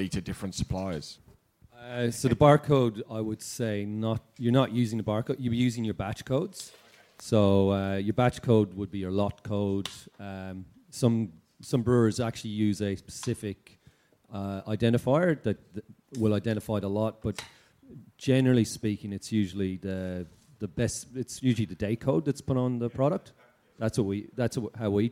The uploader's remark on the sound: During the recent Good Beer Week in Melbourne, the Cryer Malt trade hub at BeerDeluxe was once again a focus for the brewing industry with a number of important trade discussions taking place. Brews News was able to be there to record some of these panels. This panel, hosted by Brews News.